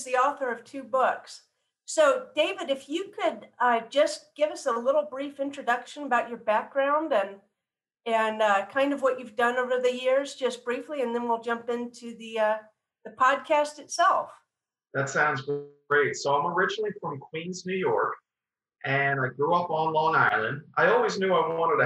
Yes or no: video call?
yes